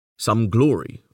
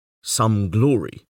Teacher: The first words might be read conventionally, some glory, or, for greater attack, by stressing both opening syllables · Shown in: second take